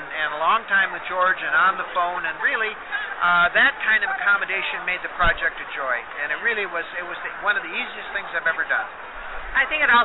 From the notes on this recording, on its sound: We talked LIVE from Phoenix ComiCon.